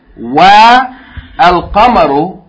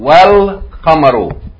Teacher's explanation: So instead of saying wa al qamaru, we're going to go straight from wa to the lam · Shown in: second take · Term: Hamzatul Wasl